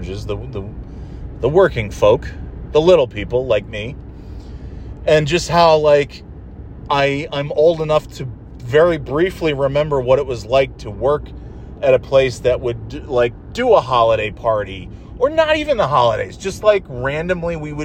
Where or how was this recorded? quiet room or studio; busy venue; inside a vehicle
inside a vehicle